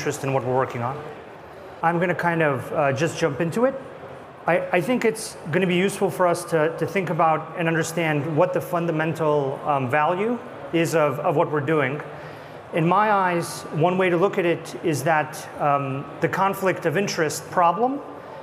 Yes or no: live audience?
yes